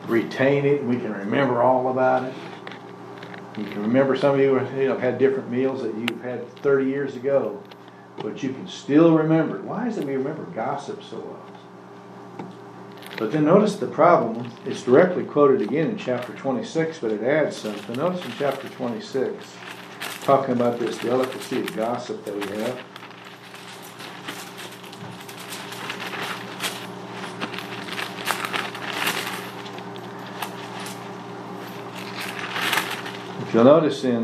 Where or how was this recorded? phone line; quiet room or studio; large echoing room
large echoing room